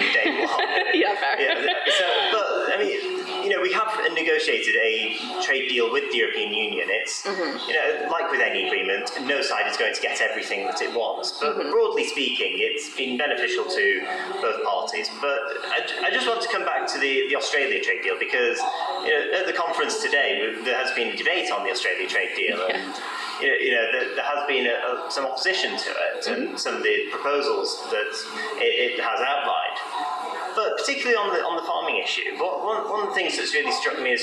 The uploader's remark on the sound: This interview took place at the Young Liberals Summer Conference.